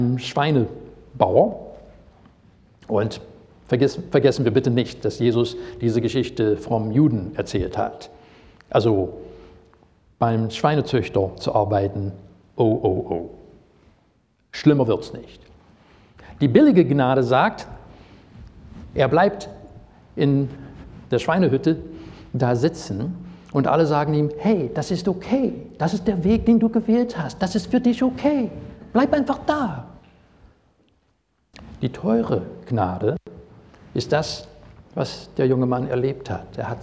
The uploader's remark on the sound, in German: Predigt aus dem Gottesdienst